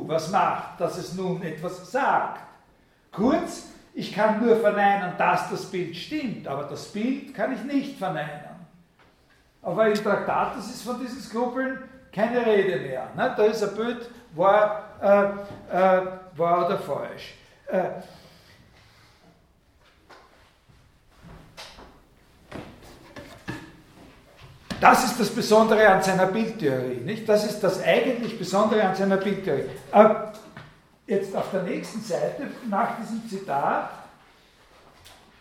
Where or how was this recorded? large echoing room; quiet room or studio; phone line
large echoing room